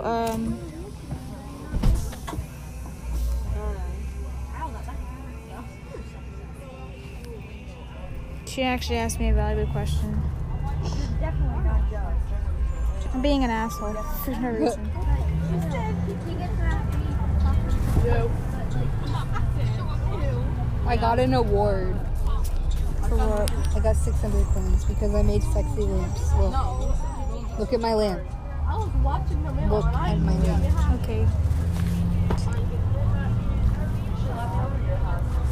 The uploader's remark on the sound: Recorded on a bus